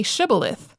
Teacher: Ephraimites couldn't pronounce the sh sound in shibboleth